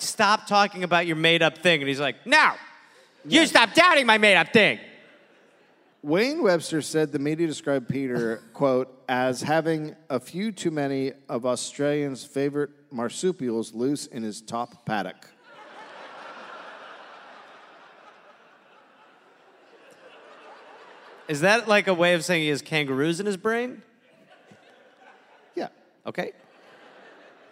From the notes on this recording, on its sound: Recorded live in Adelaide, Australia